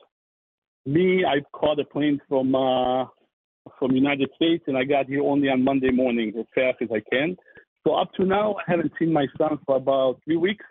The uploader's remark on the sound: calls in live from Israel